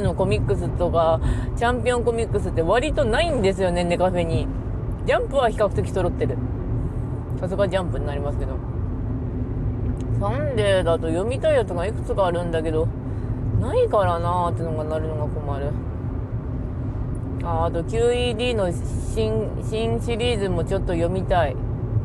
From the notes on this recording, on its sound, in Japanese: 休日に車の中でぐだる。From Radiotalk。